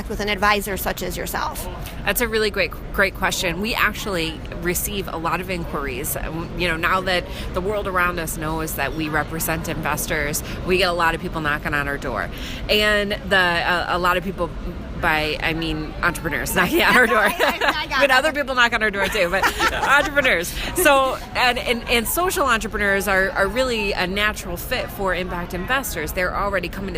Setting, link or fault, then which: setting, busy venue